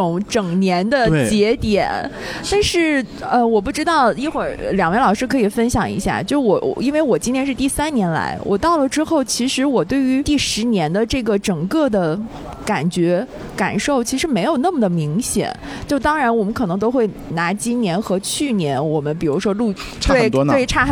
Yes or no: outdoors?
yes